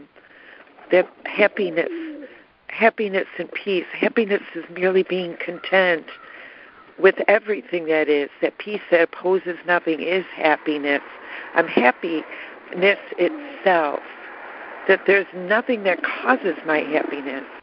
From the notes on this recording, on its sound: ACIM Daily Conference Call